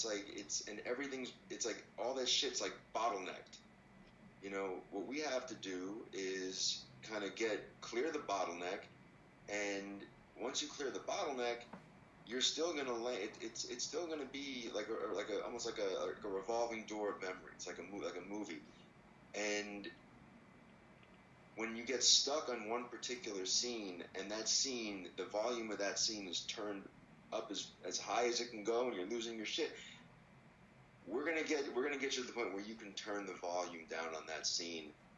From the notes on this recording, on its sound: Was filmed entirely on an iPhoneX, and produced on a MacBookAir.